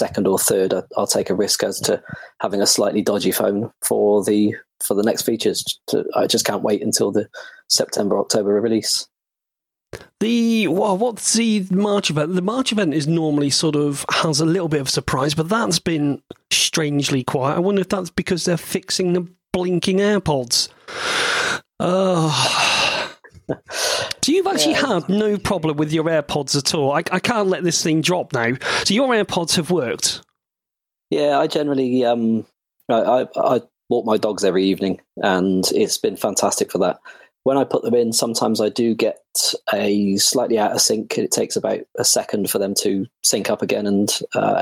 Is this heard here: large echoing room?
no